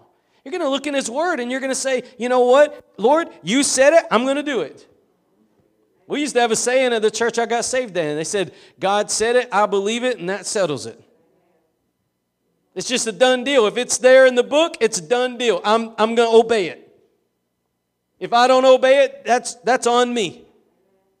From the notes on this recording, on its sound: Preached at Gospel Lighthouse in Bossier City, La.